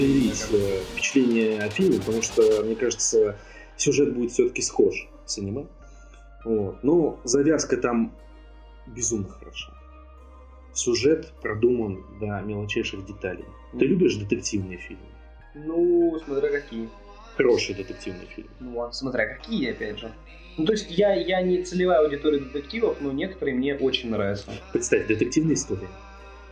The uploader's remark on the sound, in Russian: Заранее просим прошения за качество записи в данном подкасте. Мы случайно записывали в стереорежиме, при том, что микрофон его не поддерживал.